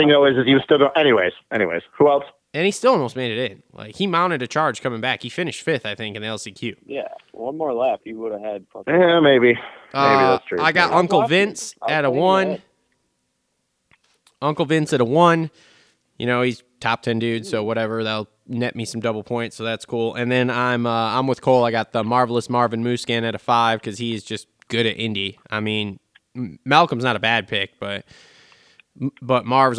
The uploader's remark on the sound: get on the phone